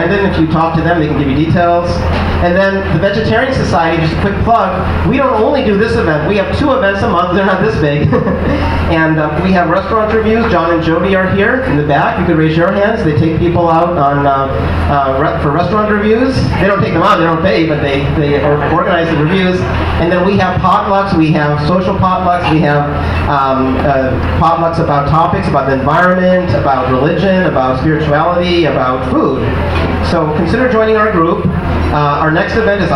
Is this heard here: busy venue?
yes